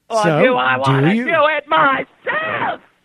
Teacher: That was almost like the perfect rising intonation.